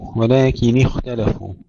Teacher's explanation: كسر النون ثم الخاء ساكنة مع الرخاوة مفخمة